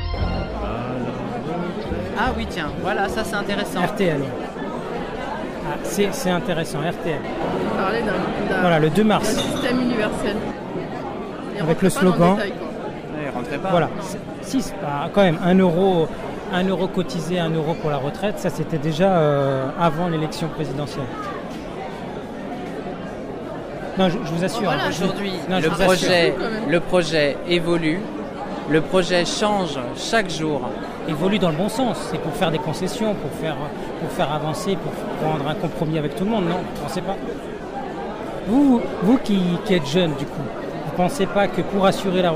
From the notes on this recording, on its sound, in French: Reportage enregistrée aux vœux du Val-de-Marne (94).